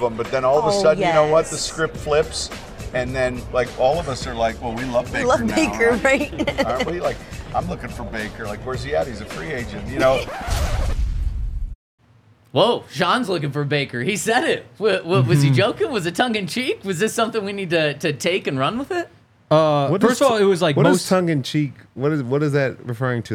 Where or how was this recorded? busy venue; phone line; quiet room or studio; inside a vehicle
busy venue